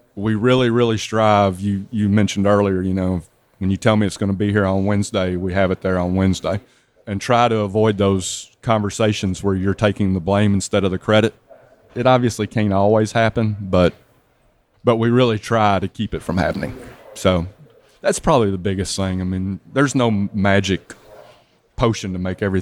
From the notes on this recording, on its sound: At the 2019 work boatshow in New Orleans, Louisiana.